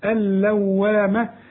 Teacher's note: اللام والواو عليهم شدة لكن ما نغنش الحروف اللي زي دي أبدا، الحرف اللي بيغن النون والميم اللي عليهم الشدة.